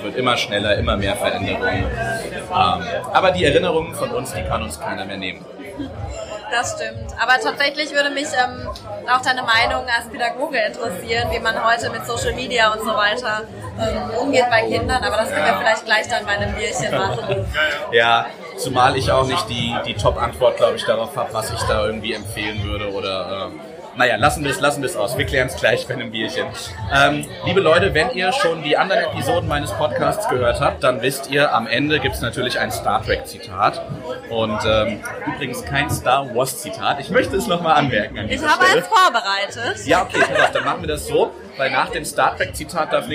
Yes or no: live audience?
yes